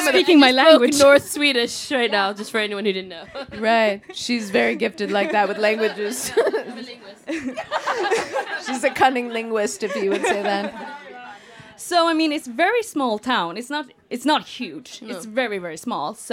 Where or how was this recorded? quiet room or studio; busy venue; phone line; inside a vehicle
busy venue